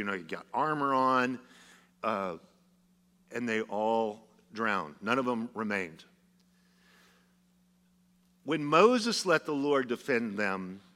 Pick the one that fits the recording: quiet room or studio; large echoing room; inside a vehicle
large echoing room